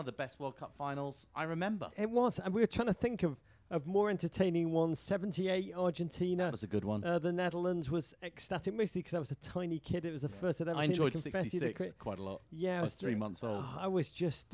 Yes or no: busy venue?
yes